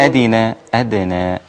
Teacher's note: قلقل الدال مع المحافظة على ترقيقها